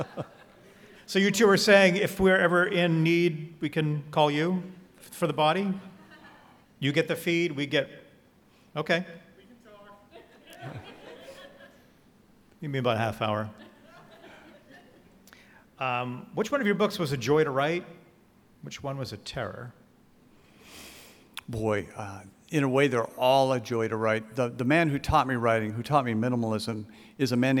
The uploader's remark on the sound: This conversation was recorded live on September 12th, 2023.